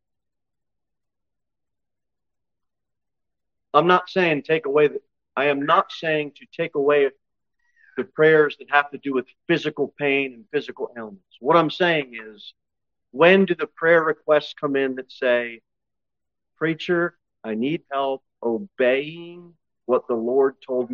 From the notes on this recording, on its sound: Sermon delivered at Pilgrim Baptist Church.